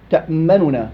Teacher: نطق النون أو ضمة النون الأولى بسرعة · Term: الاختلاس